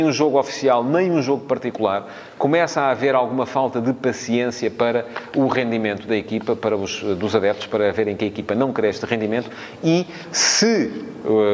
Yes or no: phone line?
no